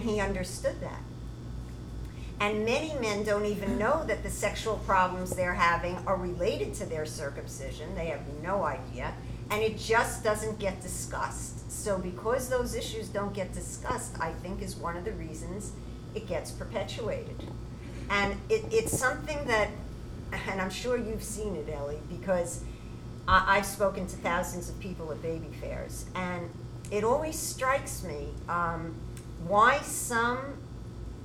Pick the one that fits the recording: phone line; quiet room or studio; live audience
live audience